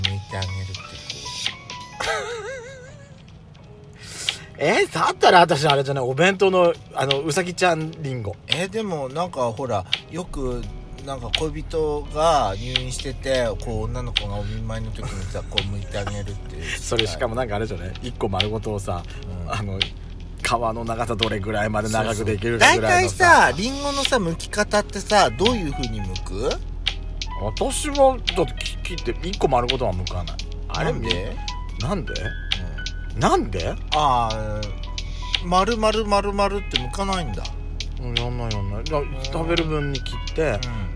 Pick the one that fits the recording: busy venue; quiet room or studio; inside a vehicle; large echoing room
inside a vehicle